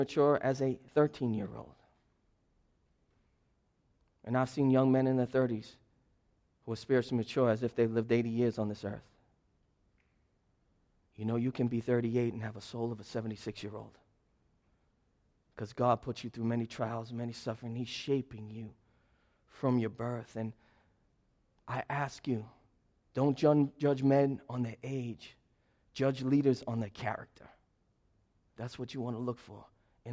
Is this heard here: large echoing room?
yes